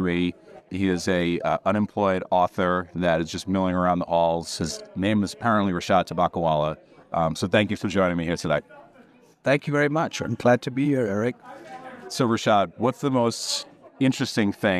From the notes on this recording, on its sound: From the Possible conference in Miami. We have quick "person on the street" interviews.